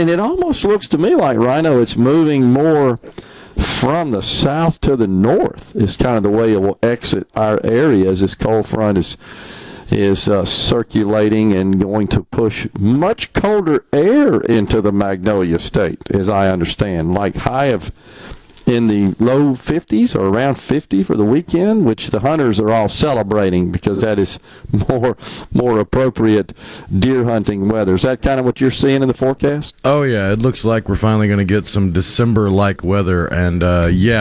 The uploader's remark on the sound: MidDays is LIVE from Mississippi Blood Services in Flowood asking for you to stop by and donate the gift of life.